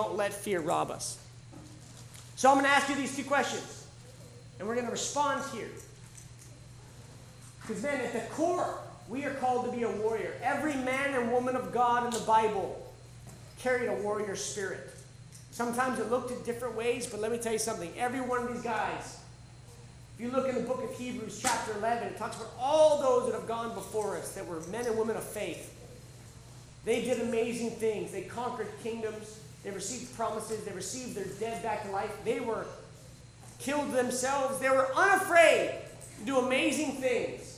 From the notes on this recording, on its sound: The Warrior (Live Sessions from Camp R.A.W.) This was originally recorded live at The School of Warrior Arts annual Camp R.A.W.